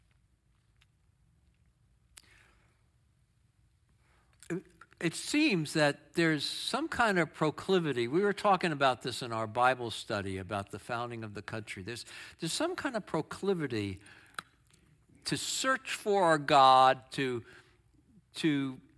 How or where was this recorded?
live audience